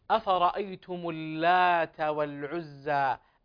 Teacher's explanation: الألف هنا مد، تمد مدا طبيعيا بمقدار حركتين، فبعضهم يخطف هذا المد خطفا ولا يعطيه حقه.